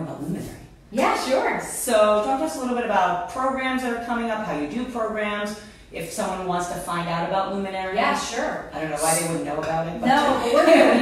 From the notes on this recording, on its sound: This was filmed LIVE at Luminary NYC.